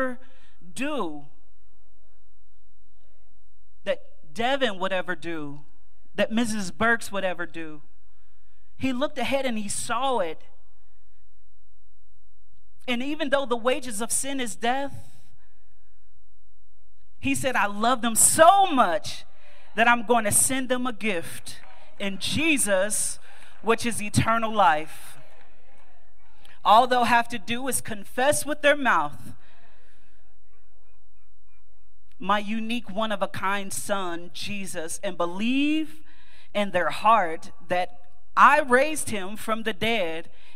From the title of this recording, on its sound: Mt. Calvary Baptist Church, Dayton, OH 2-18-2024